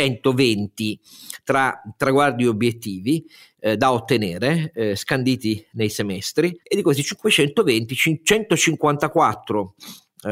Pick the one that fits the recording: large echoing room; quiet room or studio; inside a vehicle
quiet room or studio